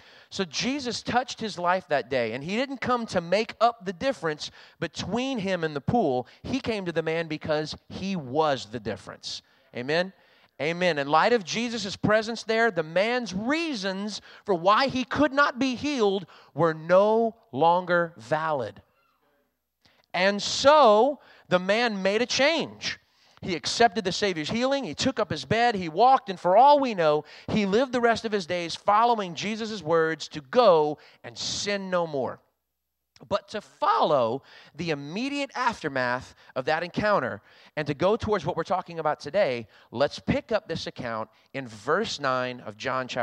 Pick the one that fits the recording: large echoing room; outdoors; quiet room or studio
large echoing room